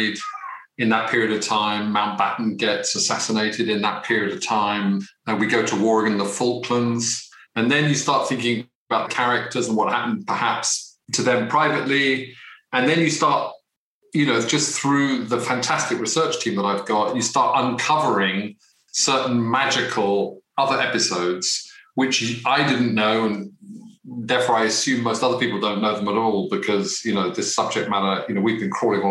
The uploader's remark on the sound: Unfortunately the team couldn’t get in a physical room together due to COVID-19 protocol, so this was recorded online.